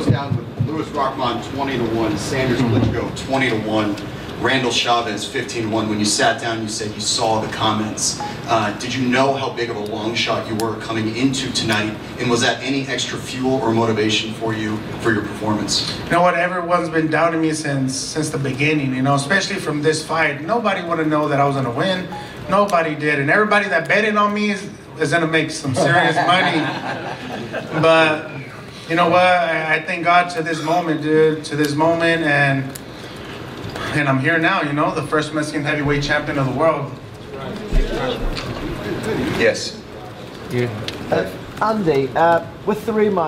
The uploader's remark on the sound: Post fight press conference